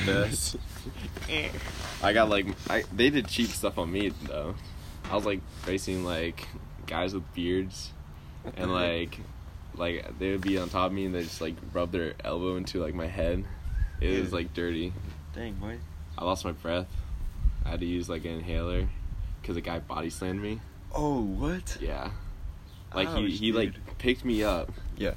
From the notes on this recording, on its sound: Listen as we sit outside. TERRIBLE WIFI.